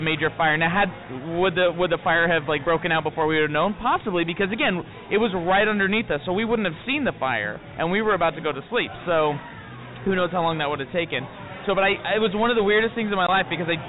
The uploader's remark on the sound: Recorded on location at the People's Improv Theatre after last weeks event, this episode collects some of the stranger tales told to me that night in the words of the ones who experienced them.